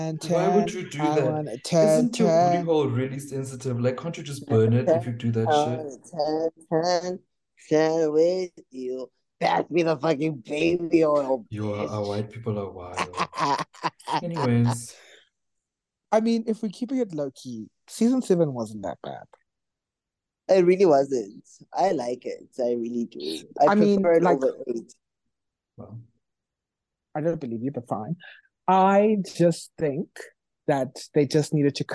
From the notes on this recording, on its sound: Join our three divas as they join the Zoom call one last time